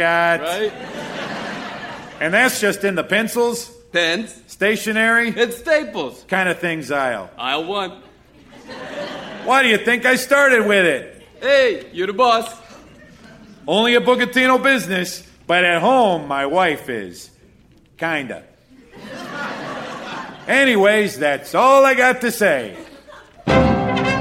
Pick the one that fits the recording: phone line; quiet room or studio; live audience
live audience